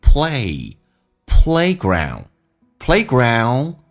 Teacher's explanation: A 这个发音稍微的饱满一点，先发 A,再发 I